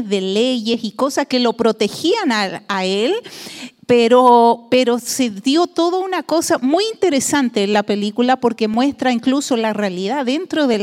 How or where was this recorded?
large echoing room